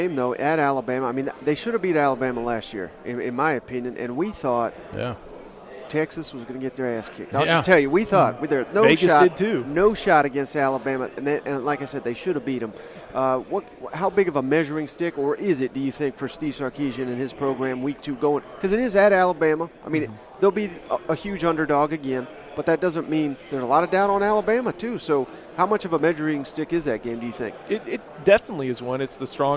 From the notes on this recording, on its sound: at 2023 SEC Media Days live from Nashville Tennessee